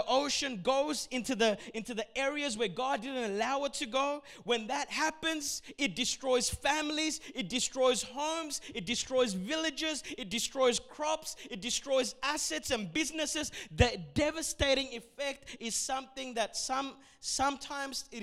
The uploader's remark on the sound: A message recorded at Revive Church Melbourne Australia during the 1:30pm Adults Service.